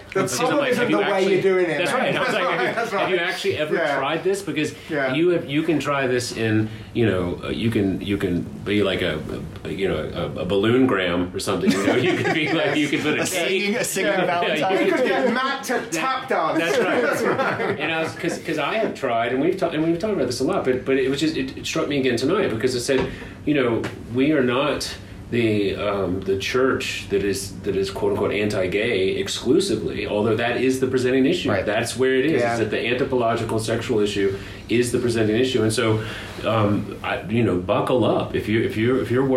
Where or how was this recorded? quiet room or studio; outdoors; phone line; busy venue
busy venue